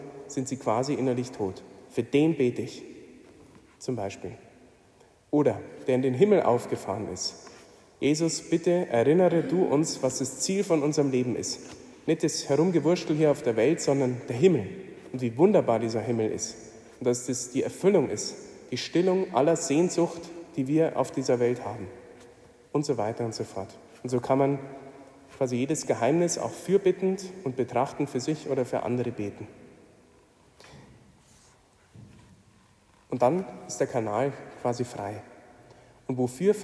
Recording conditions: live audience